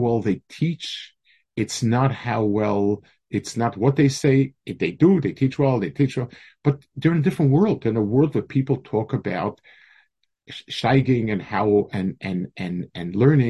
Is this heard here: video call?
yes